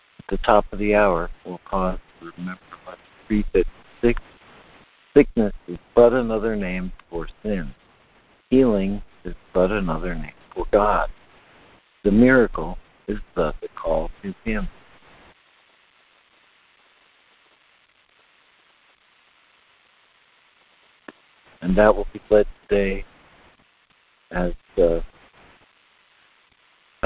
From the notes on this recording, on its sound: ACIM Daily Conference Call